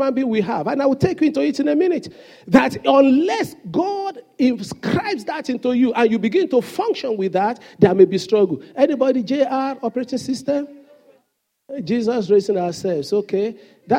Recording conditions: large echoing room